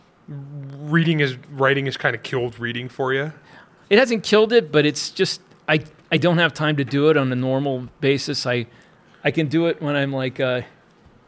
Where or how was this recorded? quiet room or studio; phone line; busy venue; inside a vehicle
busy venue